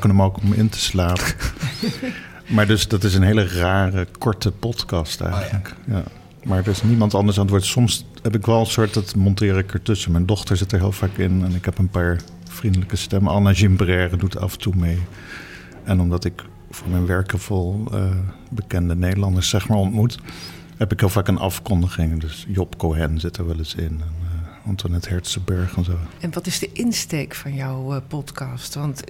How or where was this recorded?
busy venue